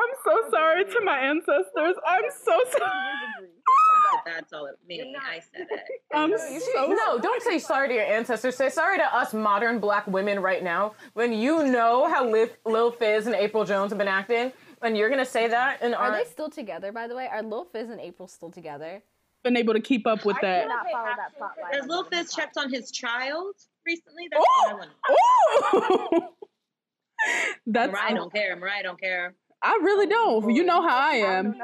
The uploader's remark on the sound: We SINCERELY apologize about the audio issues in this episode! This was recorded months ago and a lot has happened since then.